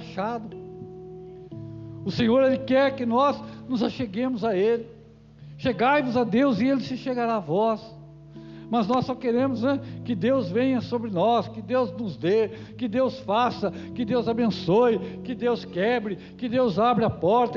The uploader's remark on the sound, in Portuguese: Culto gravado em 27/01/2022 durante a celebração do culto de cura e libertação